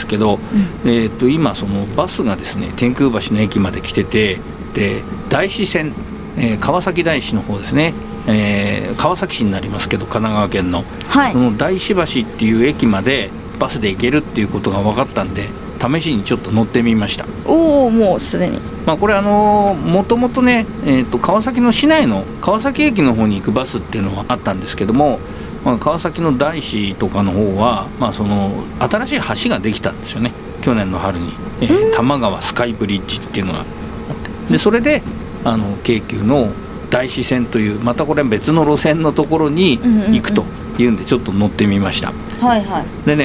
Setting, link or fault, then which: setting, outdoors